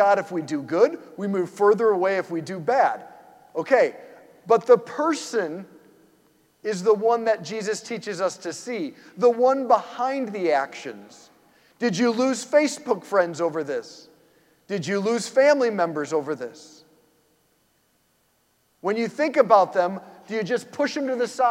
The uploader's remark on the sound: preached this homily on March 19, 2023 at St Basil the Great Catholic Church in Brecksville, OH.